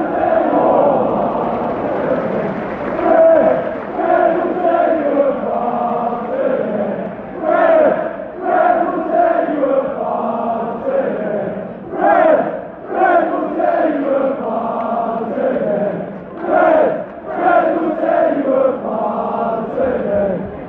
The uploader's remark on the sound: sounds from inside Old Trafford